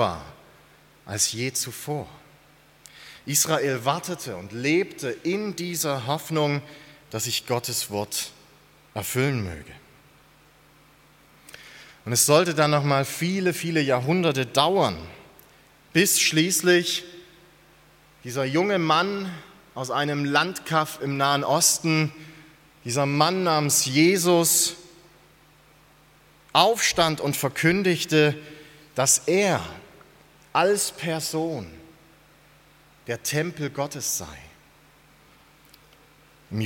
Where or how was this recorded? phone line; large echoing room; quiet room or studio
large echoing room